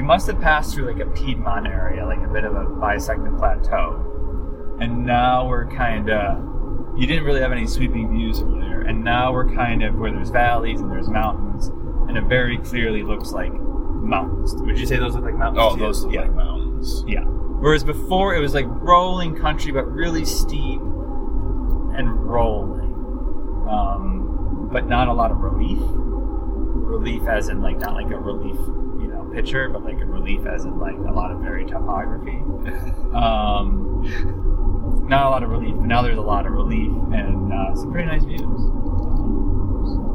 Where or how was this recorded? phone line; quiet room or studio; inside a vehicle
inside a vehicle